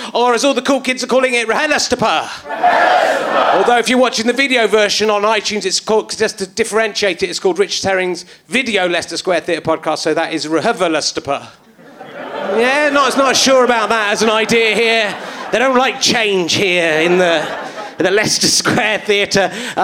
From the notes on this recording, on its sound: Leicester Square Theatre Podcast. To the consternation of his audience who just want to hear the old ones.